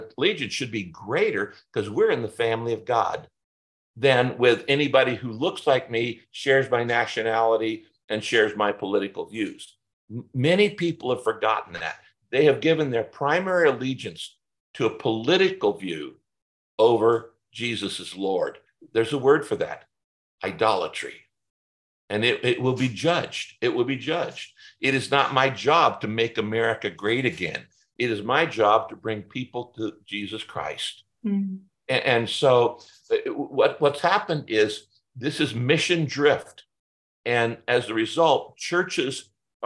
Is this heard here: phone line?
no